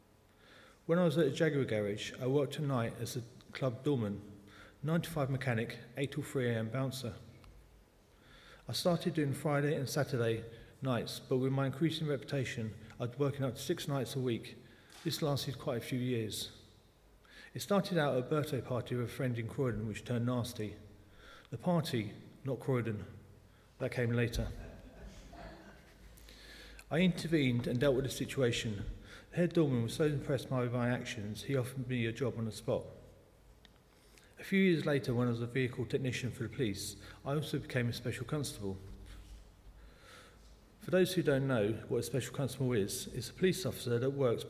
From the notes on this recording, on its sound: Speaking at the 11 o'clock service.